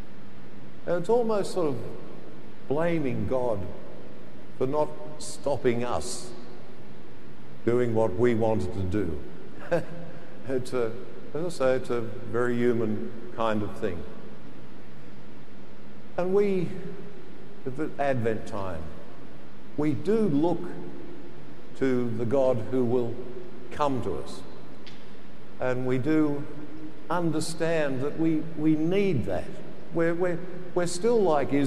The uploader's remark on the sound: The homily from Sacred Heart Cathedral, Hamilton